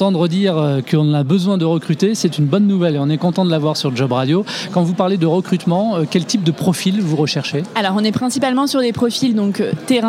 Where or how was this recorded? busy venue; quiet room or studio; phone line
busy venue